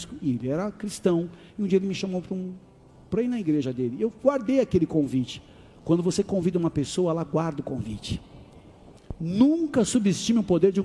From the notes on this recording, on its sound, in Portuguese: Áudio extraído do Culto do dia 16 de de Julho de 2023.